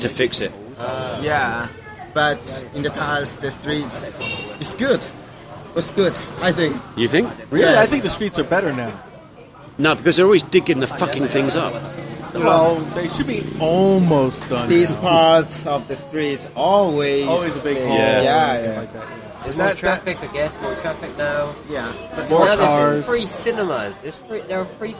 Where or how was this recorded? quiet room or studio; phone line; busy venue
busy venue